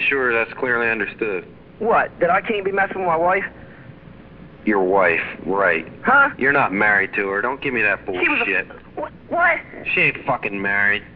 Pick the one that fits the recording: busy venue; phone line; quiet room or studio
phone line